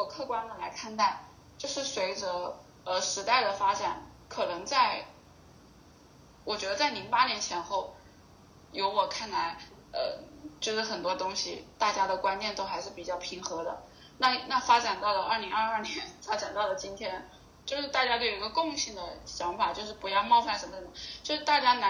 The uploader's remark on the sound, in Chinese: 关于节目目前收音不太好的原因